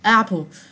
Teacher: 啊。一个呢就是一个耳化音，二啊，大家一定要突出这个二。第二个特色呢，就是这个哎。啊，我们这个，比如说 Apple，啊，Apple，我们发的时候不是像英式英语里面，我们直接就翻成 Apple，啊，不是直接发成 Apple，嘴呢相对来说闭得有点小了，美式英语呢基本上发这个“哎”就有点类似于这个“啊”，啊，但是还不是啊，因为它里面这个舌，舌头还是要处在一个放松的位置